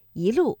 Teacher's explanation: 正确的声调应该是第一句的“一路霜林”，我们的“一”读二声“一路”。